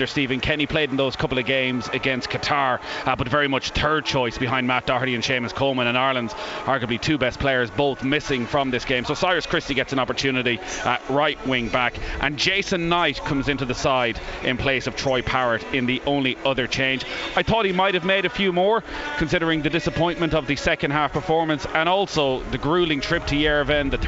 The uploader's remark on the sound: As we report LIVE from the Aviva Stadium for a preview of Ireland vs Ukraine, followed by live match commentary.